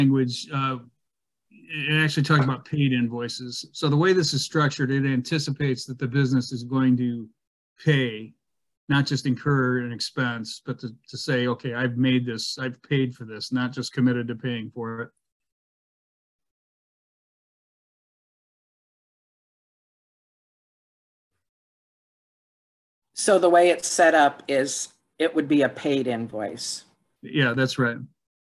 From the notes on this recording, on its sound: University Heights City Council Meeting of August 9, 2022 was held on Zoom.